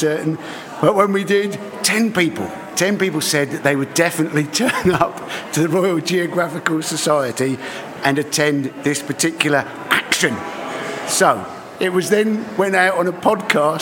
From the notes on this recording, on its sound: Recorded at the Royal Geographical Society's Ready For Impact event on climate change.